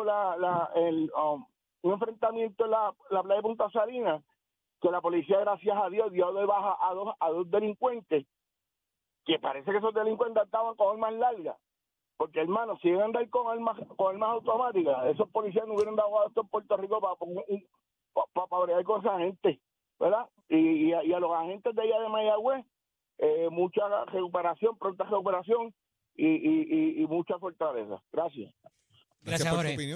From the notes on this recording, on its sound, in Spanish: 93.7 Z 93 Puerto Rico. Abrimos las línea telefónicas de Z93.